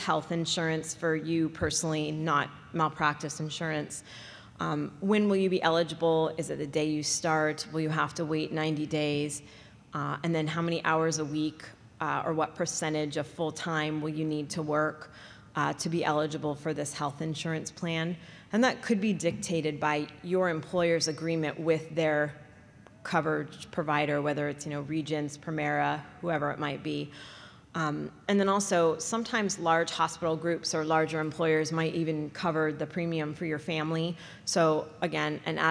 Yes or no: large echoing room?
yes